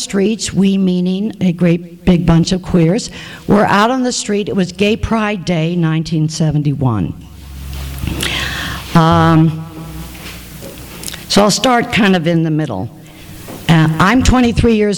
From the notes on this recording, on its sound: THIS EVENT WAS RECORDED LIVE AT SKYLIGHT BOOKS.